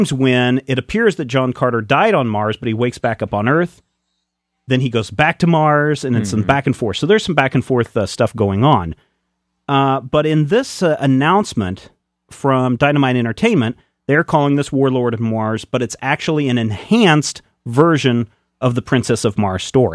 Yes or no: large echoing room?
no